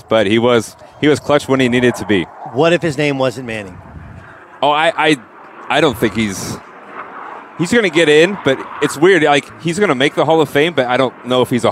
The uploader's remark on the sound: live in San Diego for the Farmers Insurance Open